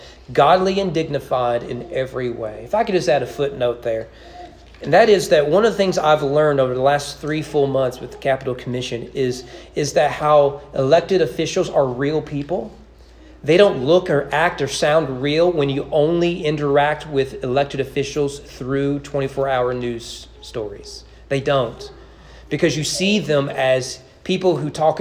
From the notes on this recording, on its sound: Sermon preached at East Frankfort Baptist Church on March 27, 2022 during morning worship.